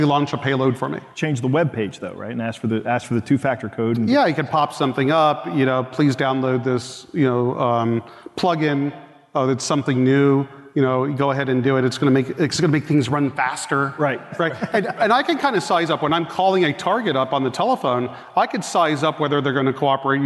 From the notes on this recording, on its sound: Recorded live at the KB4CON conference in Orlando, FL. Takes questions from the audience.